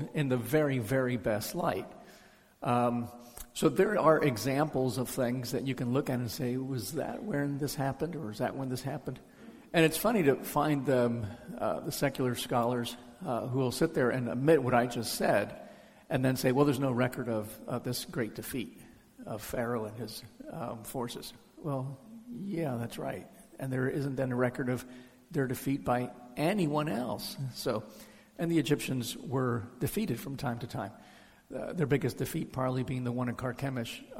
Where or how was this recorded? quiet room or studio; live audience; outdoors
live audience